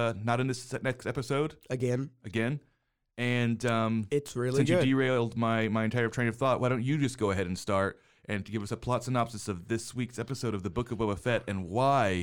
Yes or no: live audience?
no